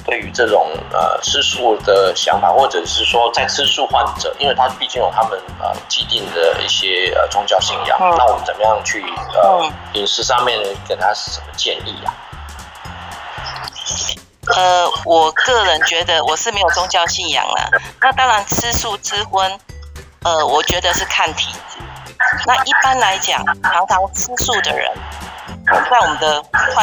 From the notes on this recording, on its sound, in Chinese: 本集節目為Clubhouse側錄，音質較差，還請見諒。